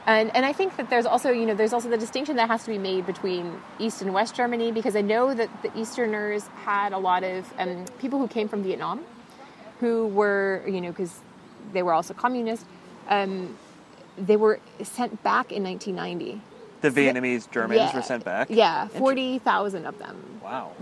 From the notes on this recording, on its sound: We met up a few weeks ago in park outside of the K21 art museum in Düsseldorf